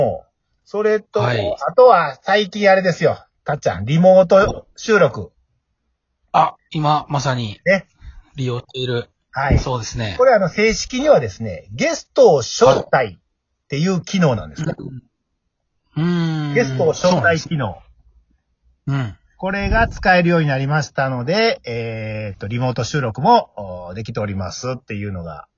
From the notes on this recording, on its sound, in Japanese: 2人組 #笑い声あり。リモート収録。ゲストと一緒に配信。